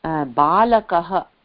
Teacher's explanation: ब का जो उच्चारण है ल का जो उच्चारण है क का जो उच्चारण है वो इतना छोटा रहता है इतना लघु रहता है